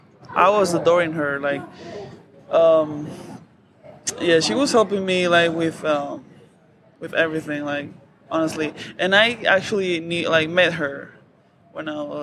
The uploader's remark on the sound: at Mountain West Conference women's basketball media days